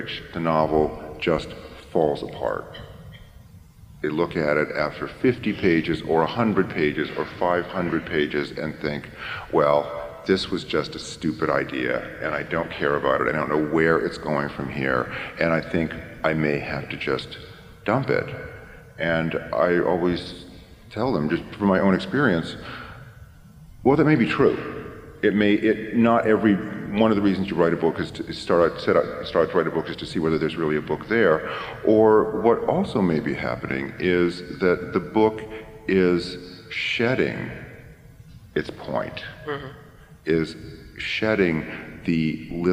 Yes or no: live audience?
yes